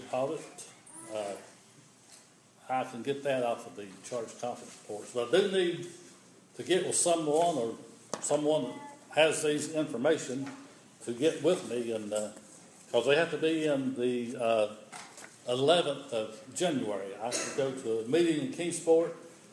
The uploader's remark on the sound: This is an audio recording of the Sunday worship service on Sunday, December 6, 2015 at Persia United Methodist Church in Rogersville, TN.